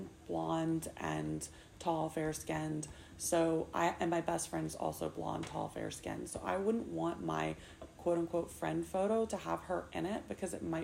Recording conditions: sounds in the background